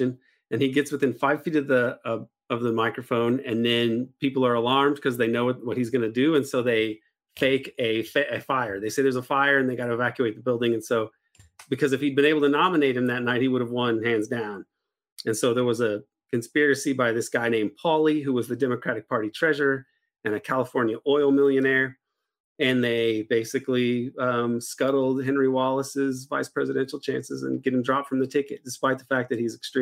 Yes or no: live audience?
no